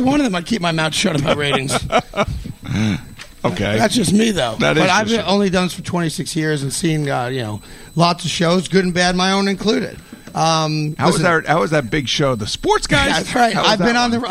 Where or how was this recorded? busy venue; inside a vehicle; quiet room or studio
busy venue